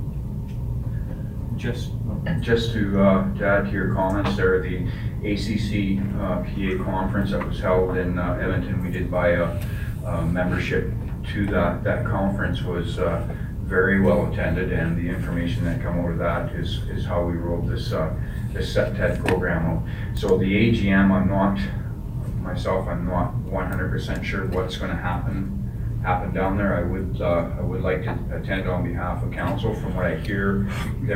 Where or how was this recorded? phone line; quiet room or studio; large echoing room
large echoing room